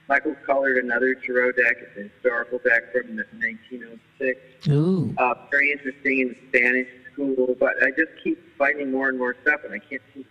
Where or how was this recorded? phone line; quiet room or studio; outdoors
phone line